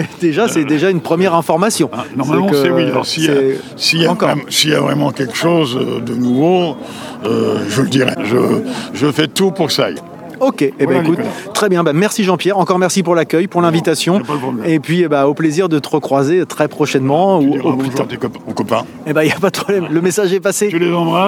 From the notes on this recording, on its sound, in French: L'EntrePod se balade au 19e festival BD de Dieppe 2021. Nous n’avions pas de stand et je suis donc allé réaliser une épisode de « L’EntrePod de balade » en configuration nomade, prêt à dégainer le micro selon les opportunités !